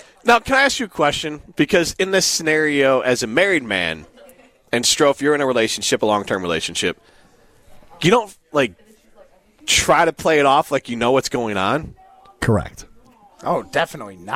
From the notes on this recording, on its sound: live at Maple Bluff Country Club